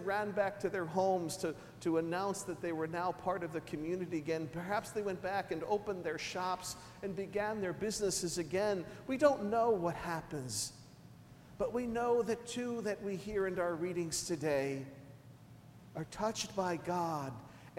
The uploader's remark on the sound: Recorded at St Sebastian Catholic Church on October 12, 2013.